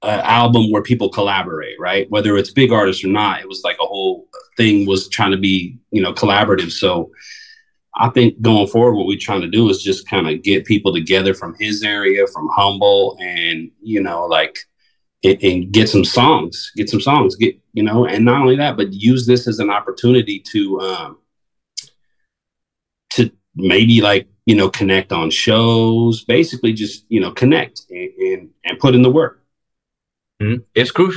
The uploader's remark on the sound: I had a Zoom interview. The Juicebox Recording Studio.